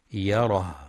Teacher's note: والوقف على الهاء بالسكون مع بيان صفة الهمس يره